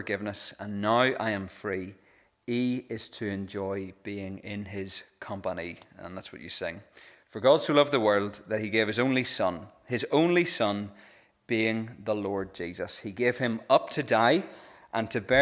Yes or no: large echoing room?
yes